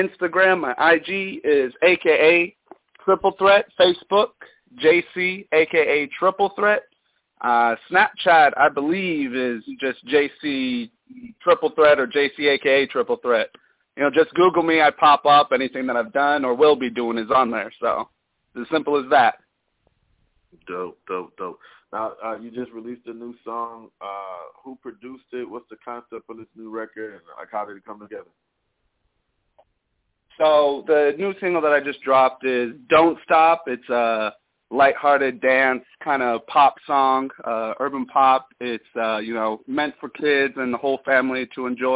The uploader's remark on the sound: NerveDJs Bi-Weekly Conference Call